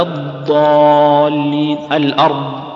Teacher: الضاد موصوف بالاستطالة لأن الصوت يمتد عند النطق بها، قال استطل بالضاد يمتد الصوت لكن لا يقع إلى درجة